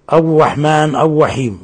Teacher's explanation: ومن الأخطاء قراءة الراء في الرحمن الرحيم كأنها واو، كأنه يقول أو رحمن أو رحيم، يمكن يكون في لسانه عوج أو ثقل أو نحو ذلك.